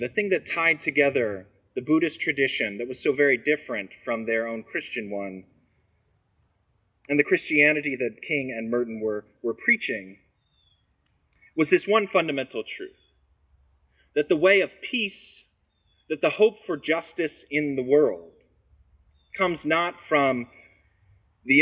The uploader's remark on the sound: Recorded on Sunday, August 14, at the outdoor worship service.